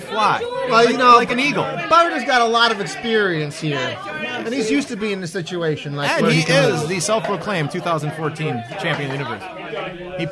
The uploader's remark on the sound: When you try and do a podcast while drinking way too much alcohol. RECORDED LIVE DURING THE 2015 TCA SPRING CLASSIC TOURNAMENT.